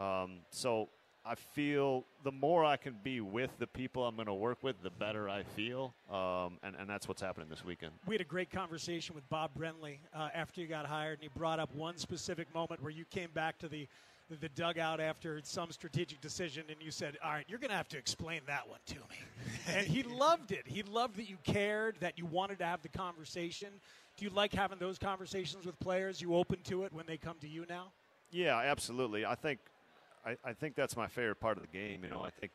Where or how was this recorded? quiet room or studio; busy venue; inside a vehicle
busy venue